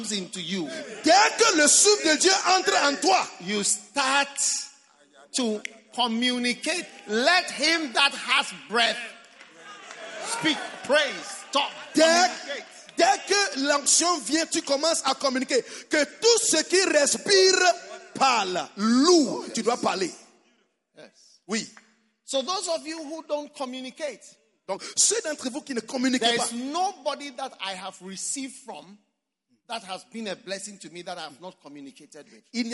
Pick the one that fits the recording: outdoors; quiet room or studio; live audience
live audience